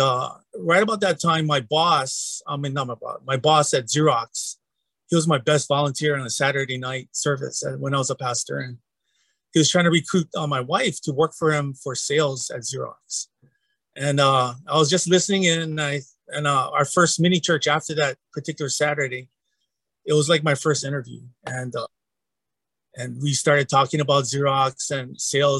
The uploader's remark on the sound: It is a little different as we recorded it in a members only webinar for the Equippers Lab. You'll hear pastors asking questions which probably makes this richer than if it were a straight interview.